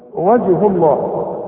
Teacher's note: ما دام اله مضمومه بنفخم لفظ الجلاله · Term: المفخم